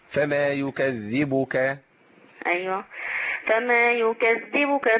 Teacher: عايزين بس نحقق ضمة الباء يعني معظم اللي بيتصل بيقلقل الباء